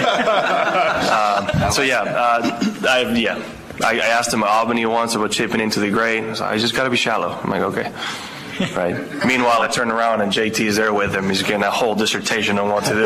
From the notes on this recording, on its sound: Live from Augusta!